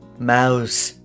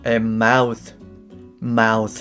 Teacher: ネズミは、えー、マウス、マウスっていう、最後鋭い S の音で終わる · Shown in: first take